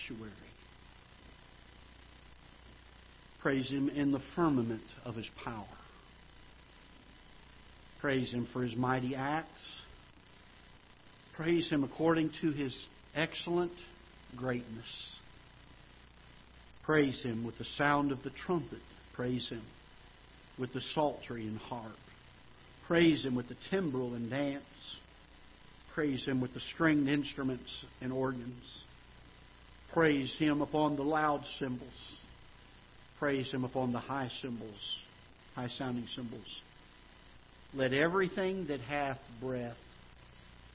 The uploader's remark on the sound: Ketha Heights Baptist Church ~ Live Broadcast.